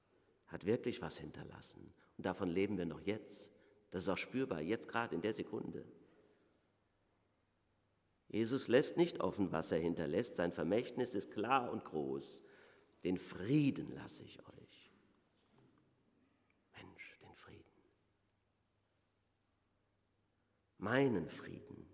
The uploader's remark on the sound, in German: Predigt Pauluskirche.